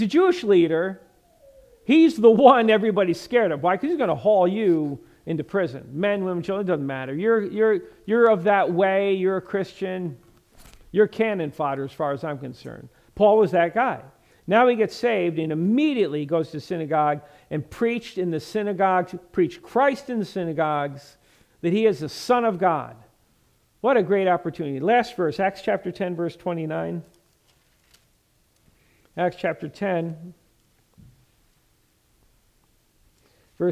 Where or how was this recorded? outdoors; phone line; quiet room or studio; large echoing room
large echoing room